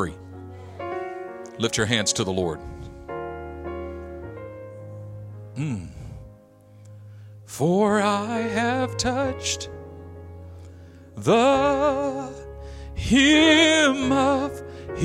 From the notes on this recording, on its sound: A message delivered in our El Cerrito campus